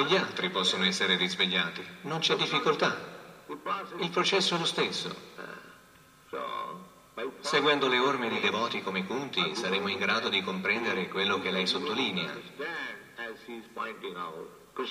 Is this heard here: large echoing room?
yes